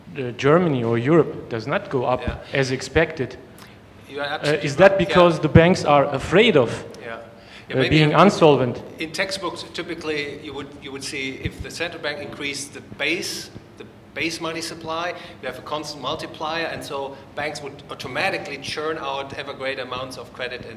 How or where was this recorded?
live audience